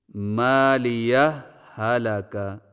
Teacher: Number آٹھ، مالیہ حلاکہ میں مالیہ کو حالا کے ساتھ ملا کر پڑھنے کے دو طریقے ہیں. نمبر ایک، دو الگ الگ ہاؤں سے لیکن پہلی ہا کے بعد ذرا رک کر · Term: اظہار